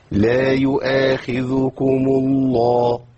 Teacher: لام اسم الجلالة تحتاج مني إلى إيه؟ إلى تفخيم، لأنها جاء اسم الجلالة بعد حرف مضموم